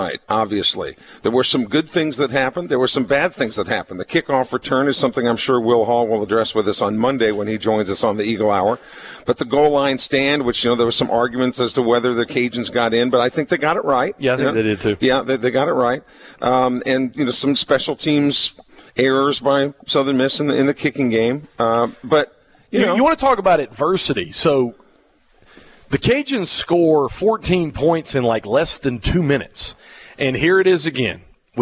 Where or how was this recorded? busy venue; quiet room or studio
busy venue